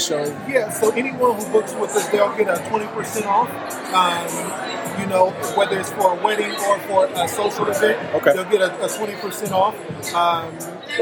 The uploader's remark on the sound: Is live from the 2023 Columbus Bridal Soiree presented by Camela Lynn Weddings & Events interviewing vendors.